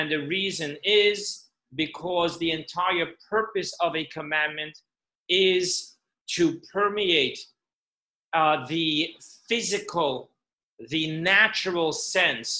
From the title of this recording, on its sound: Zoom Class 5781